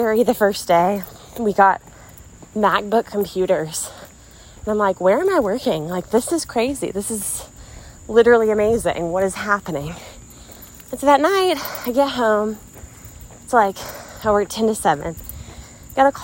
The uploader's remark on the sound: walking with you around her neighborhood so you hear her breathing heavily